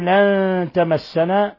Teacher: نون ساكنة جاء بعد حرف التاء، حكم التجويد إخفاء حقيقي